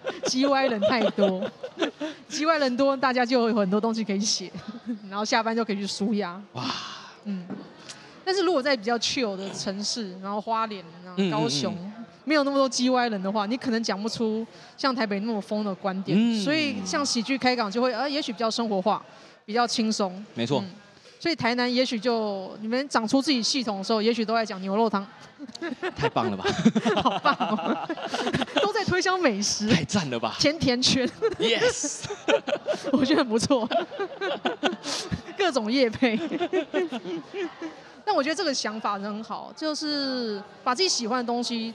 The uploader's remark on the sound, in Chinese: 這一集出外景！來到台南講open mic，表演完立刻就在肯德基錄podcast！